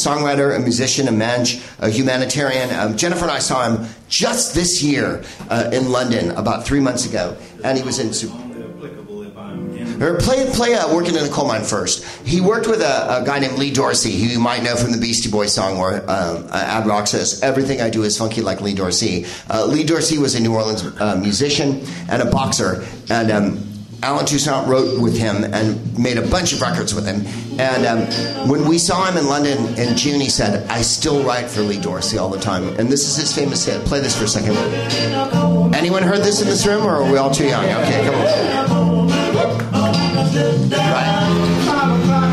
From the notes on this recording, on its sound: Live from the NerdMelt Showroom in LA